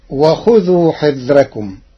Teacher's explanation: قرأ ورش كلمة حذركم بترقيق الراء لوجود كسر قبلها غير منفصل عنها بحرف الاستعلاء